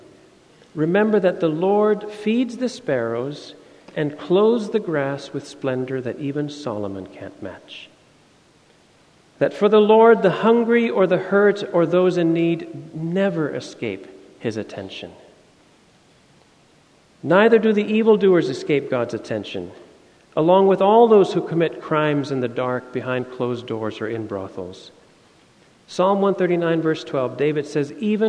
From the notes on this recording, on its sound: Sermon audio from FIBC Copenhagen, Sunday, October 23, 2016.